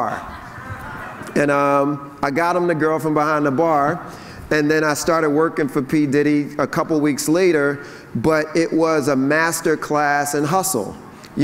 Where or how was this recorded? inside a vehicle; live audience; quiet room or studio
live audience